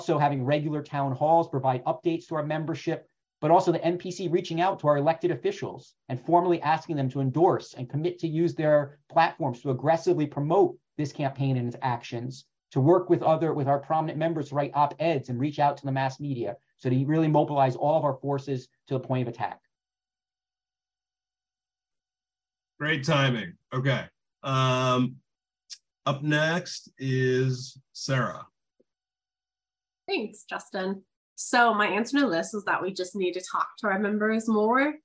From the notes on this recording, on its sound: An Online Panel Discussion.